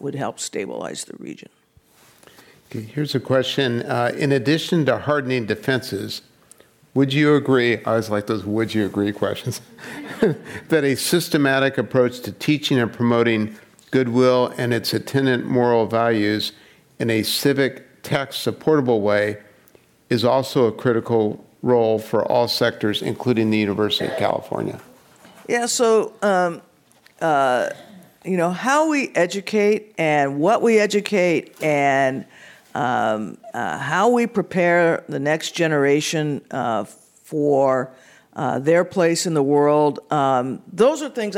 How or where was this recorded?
live audience